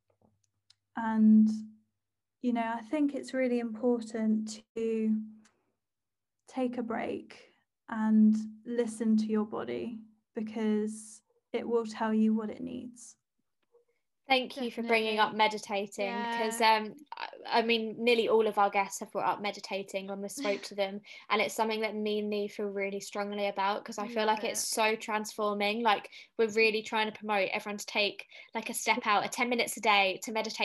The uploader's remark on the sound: chilled FaceTime vibes episode